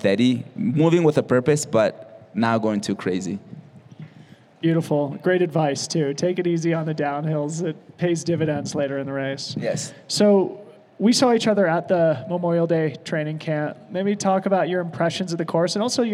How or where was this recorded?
busy venue